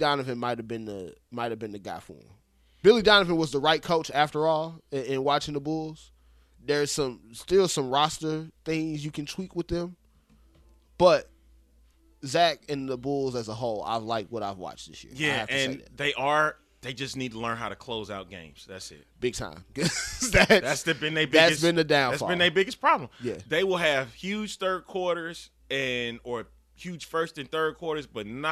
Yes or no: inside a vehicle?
no